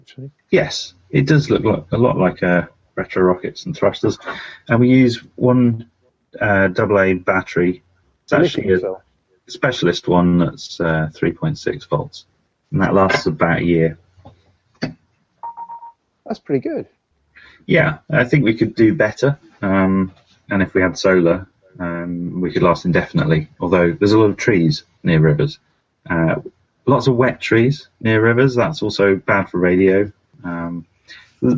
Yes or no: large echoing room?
no